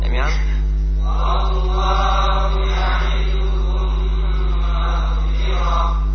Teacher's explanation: Cara membacanya dengan dimasukkan kepada mim kedua seraya dengung.